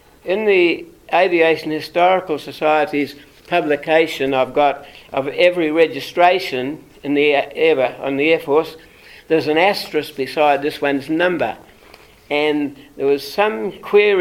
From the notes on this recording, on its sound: This is the first of the recordings from the Wings Over New Zealand Forum Meet held at the Air Force Museum of New Zealand, at Wigram in Christchurch.